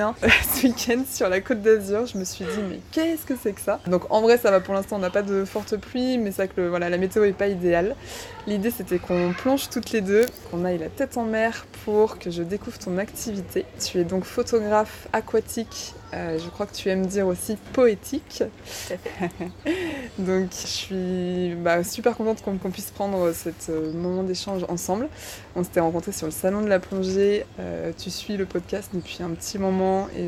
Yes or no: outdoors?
yes